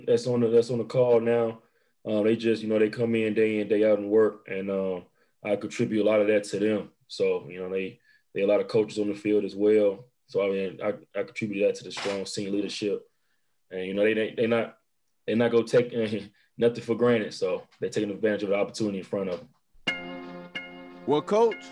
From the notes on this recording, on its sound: Our Version Of A Virtual Press Conference With Post-Game Interviews With Coaches And Players From Games Played This Week From Around The "Chicago Public League".